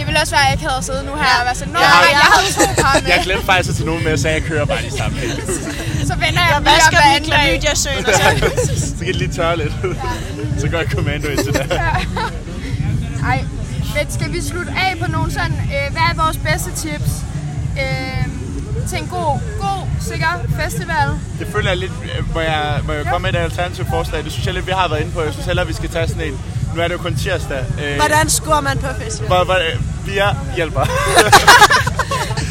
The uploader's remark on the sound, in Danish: ROSKILDE SPECIAL 1. Din yndlings podcast er tilbage med en sæsonafslutning fra Roskilde Festival.